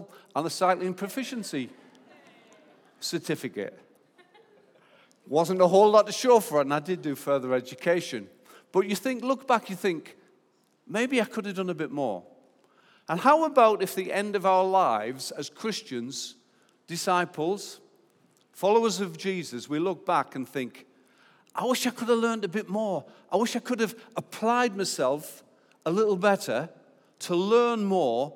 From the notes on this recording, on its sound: Recorded live at Life Church